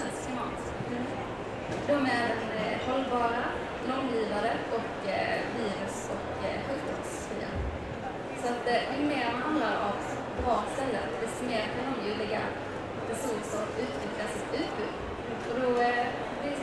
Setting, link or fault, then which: setting, busy venue